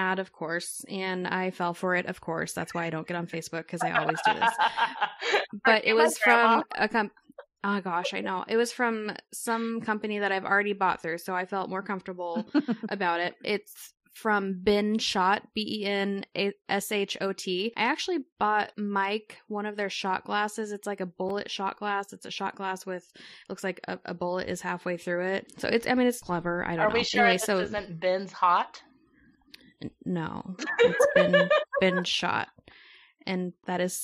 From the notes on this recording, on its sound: We also attempt to remote podcast so forgive us for any WiFi issues!